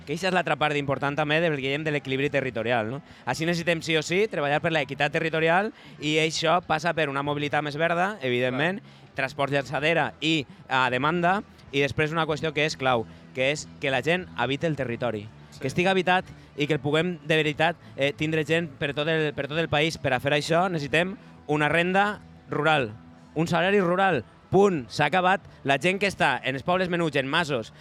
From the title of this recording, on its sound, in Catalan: Directe a la Vall d’Uixó